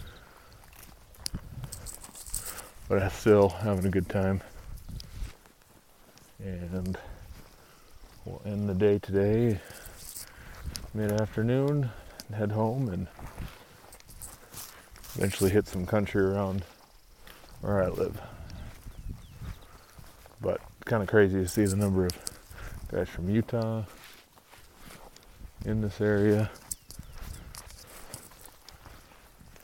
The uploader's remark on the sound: In this episode you will follow me around the woods of Unit......a trophy unit with big bulls everywhere and we are looking for sheds. We recorded this in the field.